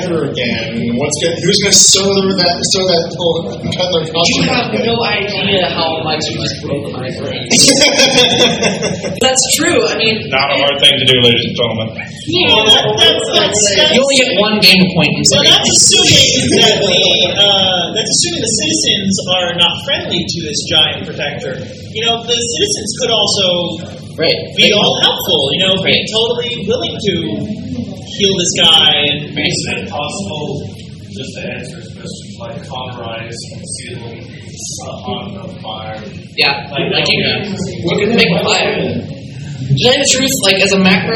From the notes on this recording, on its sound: Direct from Texas Furry Fiesta at the Hotel Intercontinental Dallas, it's Size Matters LIVE!